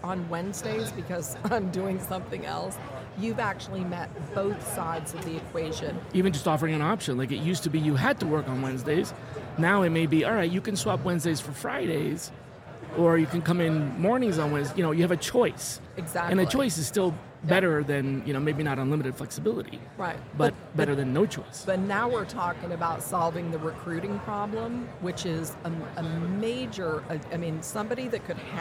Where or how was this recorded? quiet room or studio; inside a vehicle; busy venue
busy venue